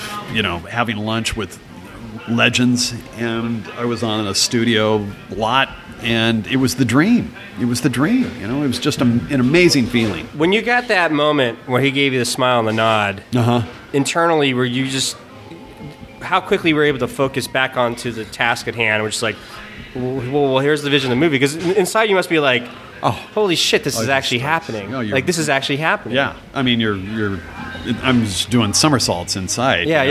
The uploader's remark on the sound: RECORDING LOCALE Maher’s Irish Pub 352 B Ave. Lake Oswego, OR 97034.